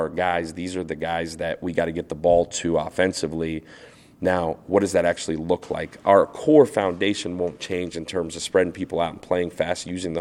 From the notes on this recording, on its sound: press conference